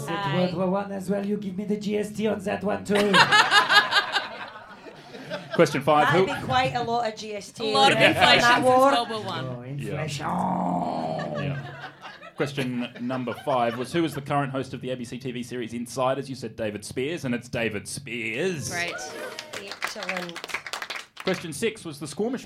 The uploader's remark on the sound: Recorded LIVE at the Melbourne International Comedy Festival 2021.